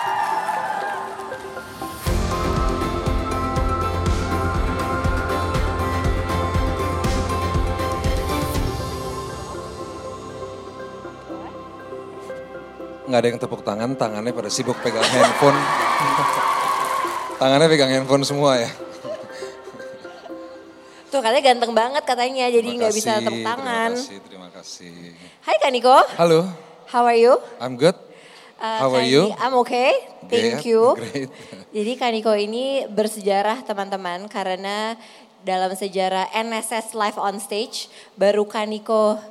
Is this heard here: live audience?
yes